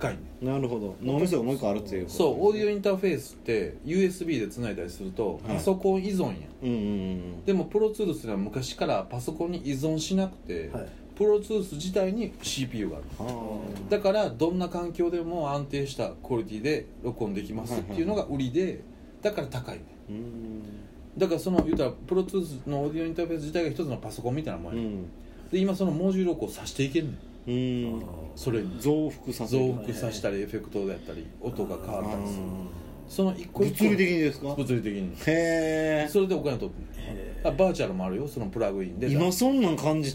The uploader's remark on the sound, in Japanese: RECORD(お店)より